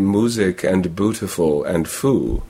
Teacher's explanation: There are some accents which drop every yod, who have completely merged these sets, so that they will say music and bootiful and foo. · Term: yod dropping